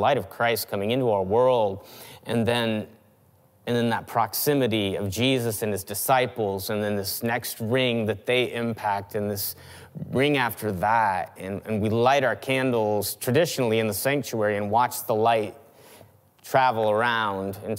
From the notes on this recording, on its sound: Christmas Eve 2020 (Audio Edition). Check out the audio edition of our 2020 Christmas Eve service!